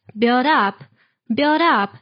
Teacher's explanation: When pronouncing this word, pay attention to the linking between build and up. So you don't have to pronounce that d sound very strong, just pronounce it slightly. So it's build up, build up instead of build up.